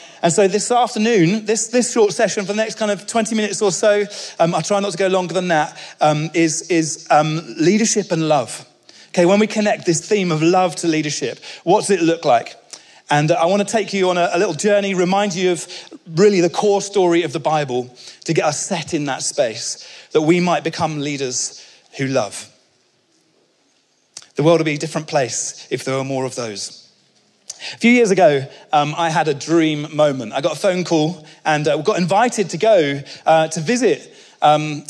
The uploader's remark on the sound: speaking at our 2022 Onelife Conference